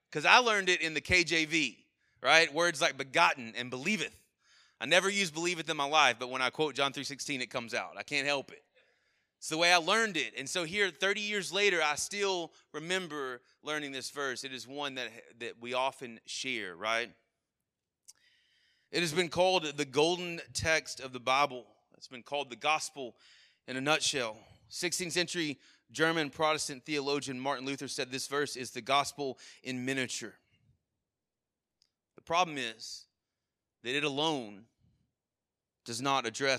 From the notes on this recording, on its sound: Sermon Audio from our Worship service